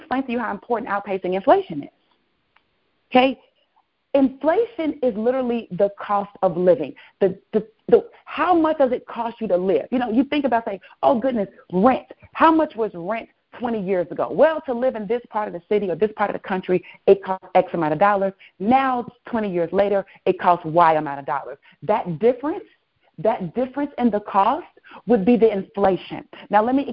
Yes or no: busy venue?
no